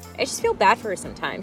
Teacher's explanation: Cassidy is a cartoon of a modern Kardashian girl boss with the pitch perfect vocal fry